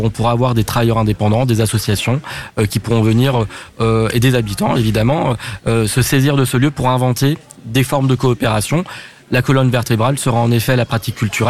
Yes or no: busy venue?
yes